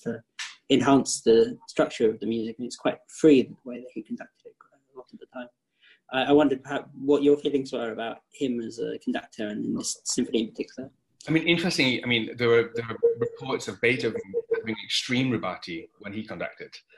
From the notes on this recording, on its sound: Instead, here they meet for the first time, on Zoom.